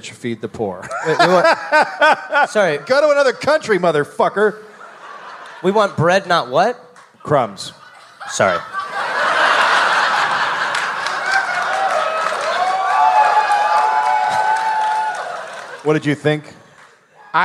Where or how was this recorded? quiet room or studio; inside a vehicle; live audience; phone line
live audience